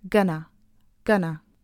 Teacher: There is no o sound gonna. There is a schwa sound instead. So it should sound gonna, gonna.